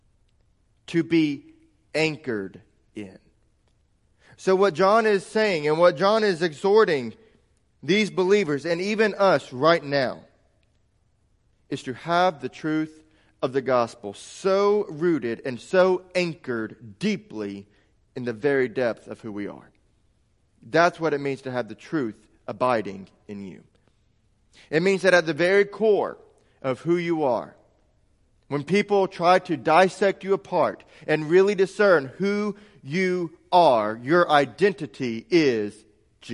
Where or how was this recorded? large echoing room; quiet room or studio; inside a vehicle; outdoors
large echoing room